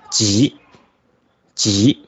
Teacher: 长浊音的话，它其实更加接近于普通话的第三声，只不过要带一点送气，就是比第三声发得更加的低沉一点